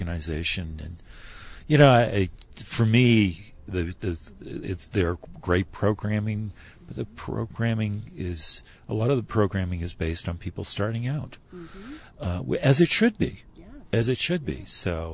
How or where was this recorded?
outdoors